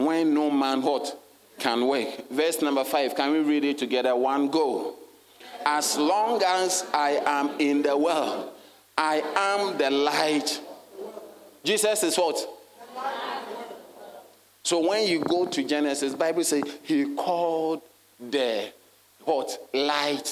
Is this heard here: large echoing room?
yes